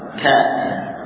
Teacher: Muncul nafas setelah lepas pangkal lidah tadi menempel pada langit-langit. Ka. Nafas mengalir setelah itu. · Term: hams